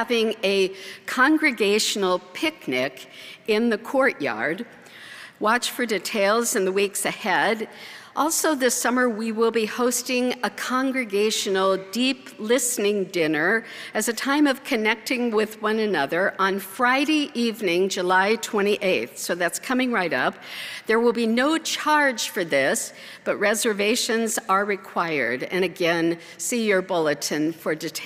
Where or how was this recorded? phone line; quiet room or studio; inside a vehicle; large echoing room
large echoing room